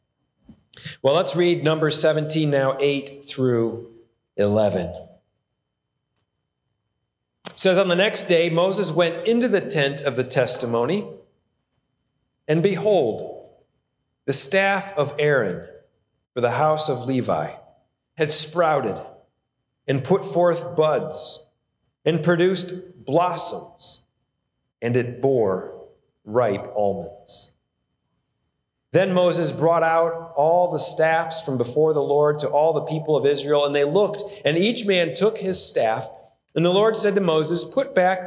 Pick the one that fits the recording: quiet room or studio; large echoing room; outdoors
large echoing room